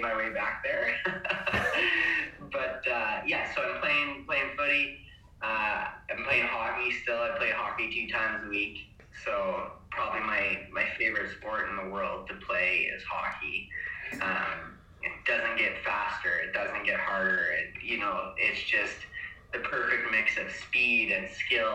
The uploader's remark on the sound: recording was hard to do